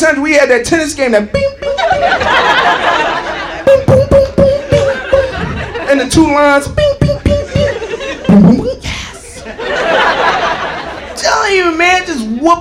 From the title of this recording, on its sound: Live at the Laff House